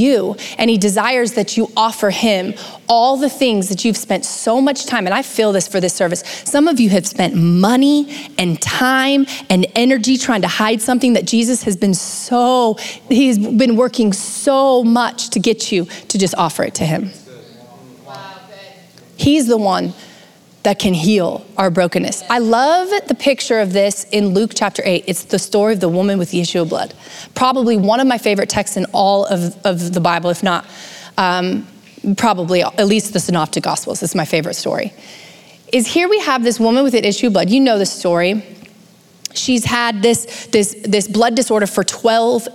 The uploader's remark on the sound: Recorded live at Capital Church in Meridian, Idaho.